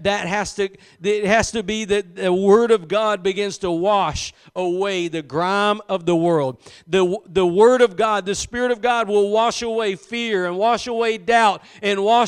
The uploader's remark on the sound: Preached at Gospel Lighthouse in Bossier City, La.